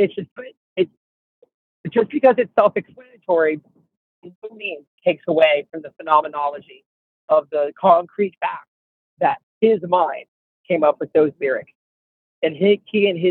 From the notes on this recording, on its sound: In a phone interview